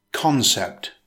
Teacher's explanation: It's pronounced concept with the emphasis on the first syllable.